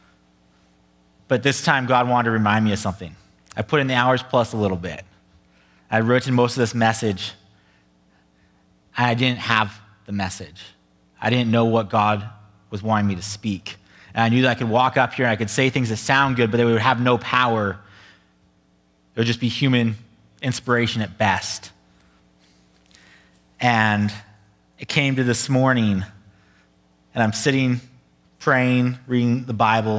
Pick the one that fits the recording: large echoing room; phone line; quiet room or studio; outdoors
large echoing room